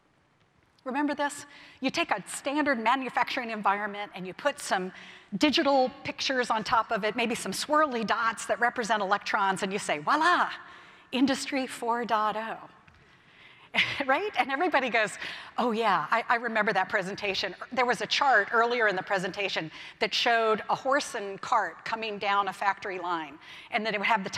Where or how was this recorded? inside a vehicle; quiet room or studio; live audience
live audience